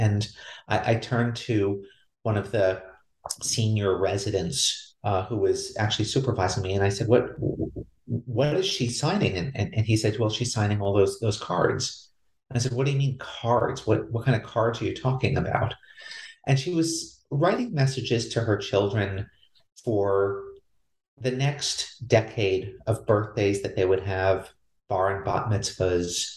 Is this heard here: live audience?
no